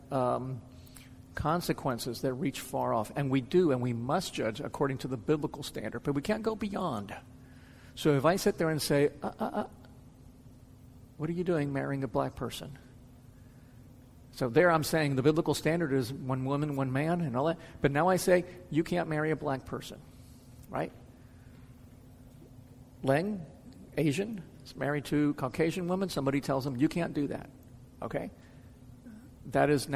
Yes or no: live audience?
yes